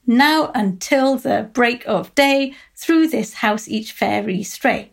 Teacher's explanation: it has four stresses, tetrameter, rather than five stresses in each line, pentameter. And the stress is on the first syllable rather than the second. · Term: trochaic tetrameter